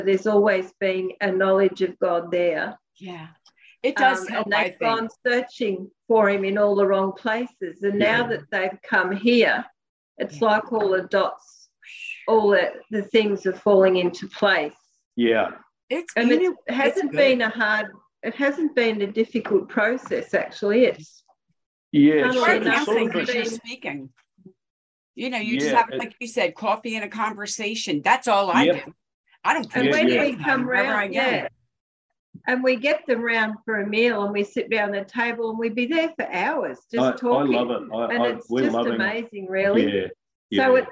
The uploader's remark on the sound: In a ZOOM session. Of City Builders Church in Sale, Australia.